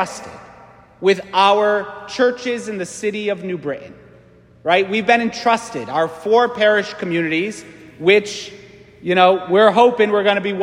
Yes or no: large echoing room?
yes